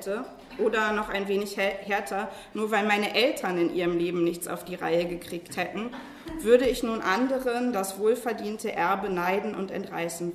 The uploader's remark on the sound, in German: Die Tagung "Andere Arbeit" fand am IFK, dem Internationalen Forschungsforum Kulturwissenschaften. Sie hören eine gekürzte Fassung des Eröffnungsvortrages.